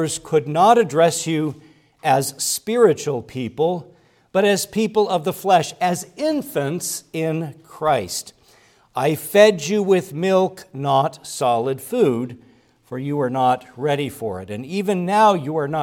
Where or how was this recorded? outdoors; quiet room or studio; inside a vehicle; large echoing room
large echoing room